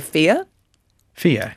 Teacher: if we see a word like F-E-A-R, we won't say the sound at the end of that word. We'll say fear. · Term: non-rhotic accent